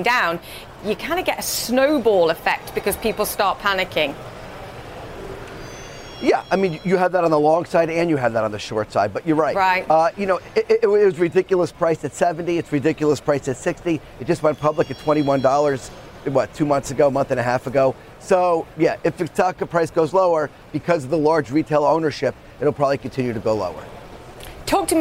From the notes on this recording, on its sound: live from the New York Stock Exchange